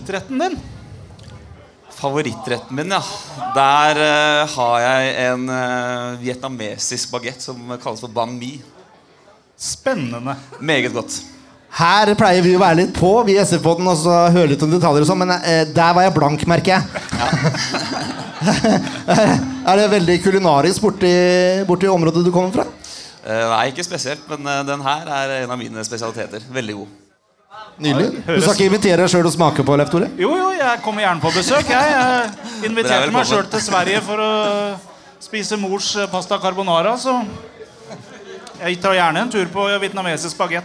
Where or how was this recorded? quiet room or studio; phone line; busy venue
busy venue